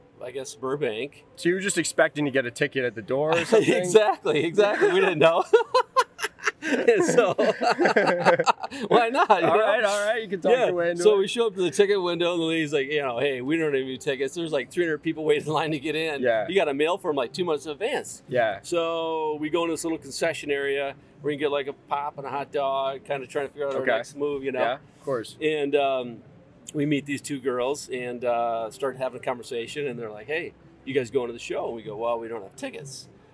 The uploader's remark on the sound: I decided to pack my laptop and microphone to the poolside that day, and the result was an amazing in-person podcast conversation! LIVE FROM PALM SPRINGS! I decided to pack my laptop and microphone to the poolside that day, and the result was an amazing in-person podcast conversation!